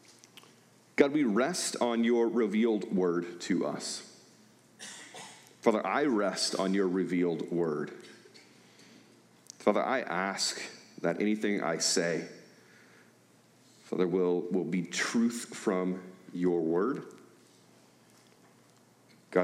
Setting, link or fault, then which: setting, large echoing room